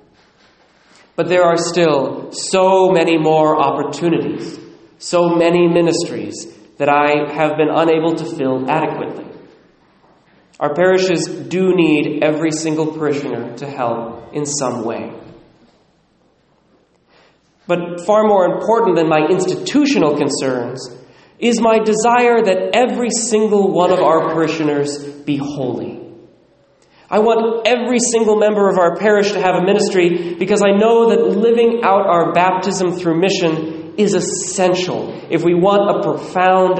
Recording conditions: large echoing room